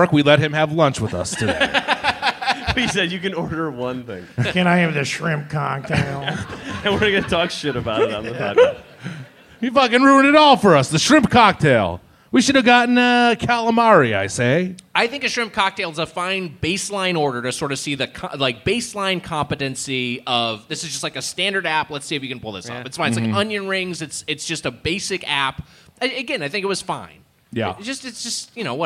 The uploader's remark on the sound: Plus, a live edition of the Wiger Challenge. Recorded live at Cobb's Comedy Club for SF SketchFest.